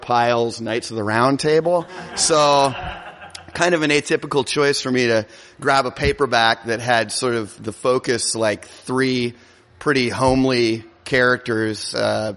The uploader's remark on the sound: Here's the first ever festival show we did, from the Jangleheart Comedy Circus in 2013. Recorded in a venue lobby ("podcast stage").